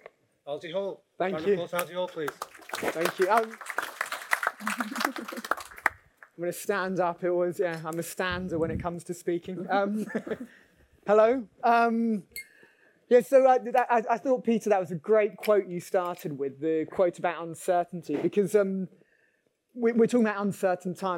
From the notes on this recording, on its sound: We conducted our very first "LIVE" event at the largest investors event in London at the Master Investors Show. To a packed audience. Recorded from this panel session.